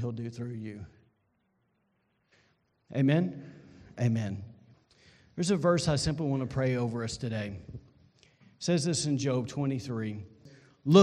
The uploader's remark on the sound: was recorded on Sunday, August 30, 2020, during service at The Anchor Church in Rockport, Maine.